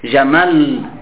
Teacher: فتقول في الوقف على الجمل بتشديد اللام جمل. تلاحظ أنك شددت اللام ضعفت اللام · Term: التضعيف